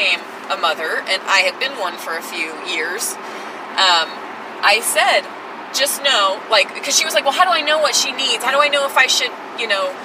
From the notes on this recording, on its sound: Are in the car. Our GPS made the recorder glitch between the 13:00 and 14:00 minute mark...